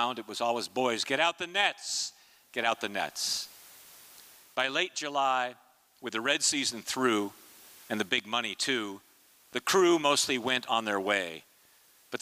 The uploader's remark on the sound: performance was recorded at the Liberty Theatre on Friday, February 24th, 2023.